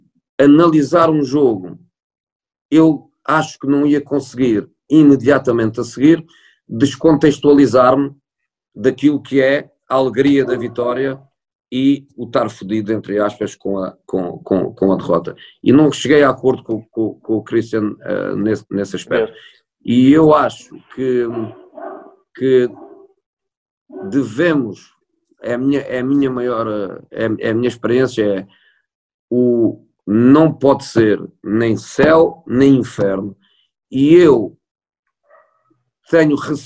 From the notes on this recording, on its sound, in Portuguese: Esta conversa foi gravada online. Ainda que o meu som não esteja perfeito.